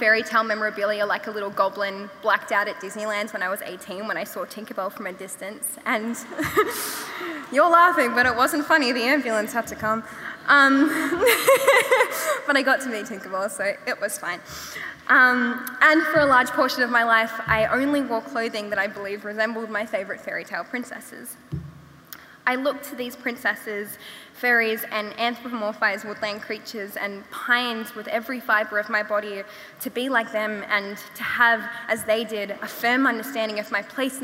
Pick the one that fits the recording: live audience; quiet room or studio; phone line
live audience